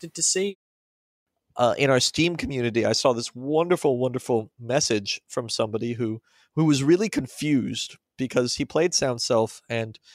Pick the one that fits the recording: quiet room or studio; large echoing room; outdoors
quiet room or studio